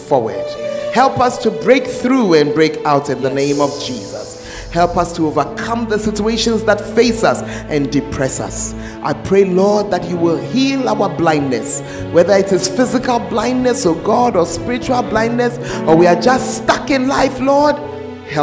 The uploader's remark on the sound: Preached At The Fountain Of Life Cathedral